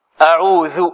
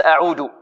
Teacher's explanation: أعوذ هكذا وليس أعود. أعوذ ذال واضحة لا تلتبس بالدال ولا تكون قريبة منها · Shown in: first take